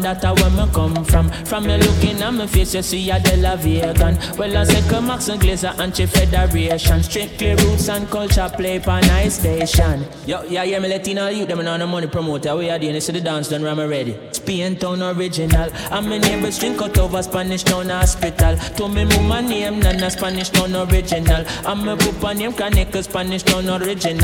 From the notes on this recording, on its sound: live at island saturdays on Dec 16